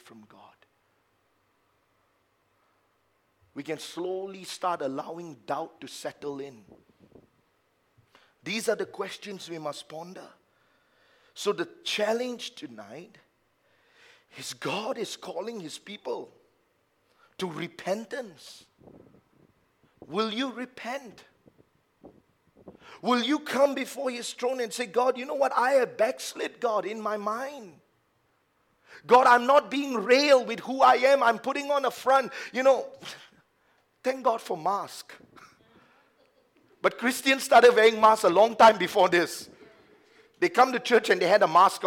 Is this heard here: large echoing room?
yes